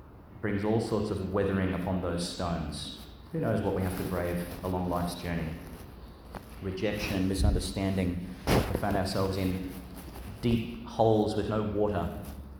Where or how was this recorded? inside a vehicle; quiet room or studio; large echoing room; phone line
large echoing room